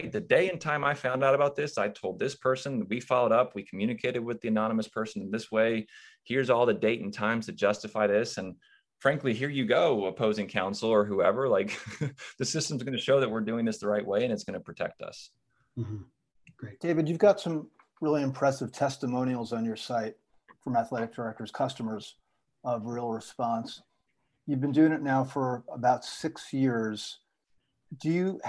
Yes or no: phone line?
no